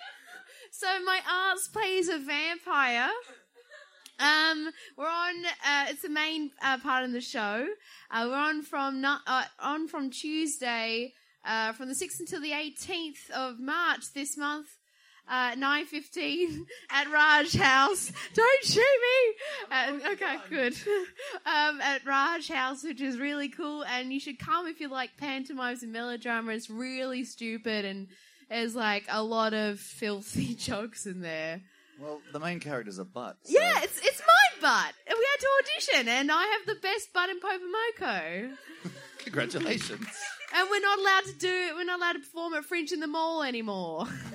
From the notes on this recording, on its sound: Safety Toast Live at the Adelaide Fringe.